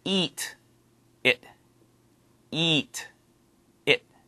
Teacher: eat, longer, comes out smooth. It, shorter, comes out a little bit rough.